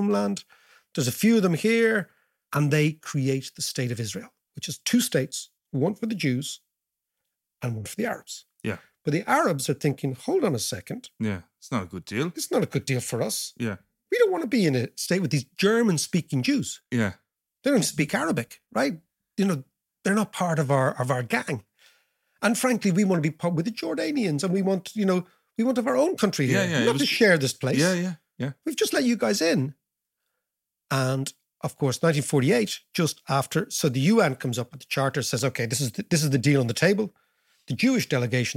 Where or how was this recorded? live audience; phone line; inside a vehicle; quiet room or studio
quiet room or studio